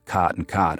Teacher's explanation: half of Americans rhyme the words C-O-T and the words C-A-U-G-H-T